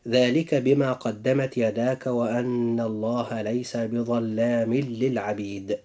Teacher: في هاتين الكلمتين أخي المسلم جاء إدغام بغير غنة، حيث وقع التنوين في آخر كلمة بظلام، وجاء بعده اللام في كلمة للعبيد